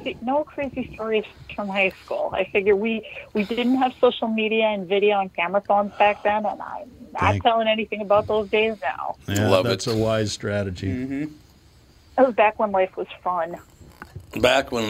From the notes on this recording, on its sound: We field questions from listeners about the best time to buy a car, trading strategies and leasing vs buying. All call in and share stories of their first rides.